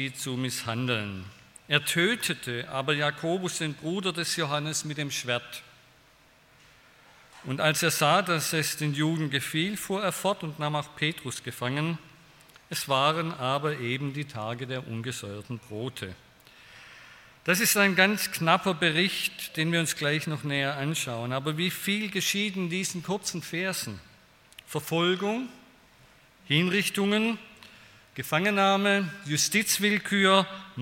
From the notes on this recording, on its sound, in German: bei einer Veranstaltung der Liebenzeller Mission